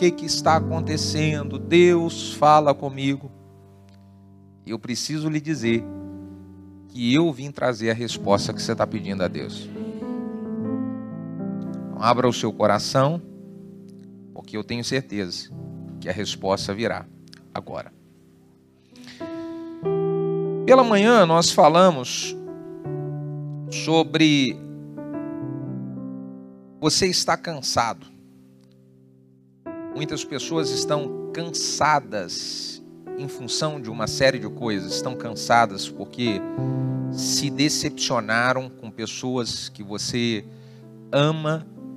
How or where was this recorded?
large echoing room